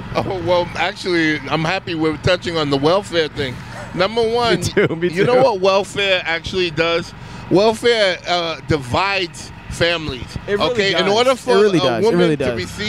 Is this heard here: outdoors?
yes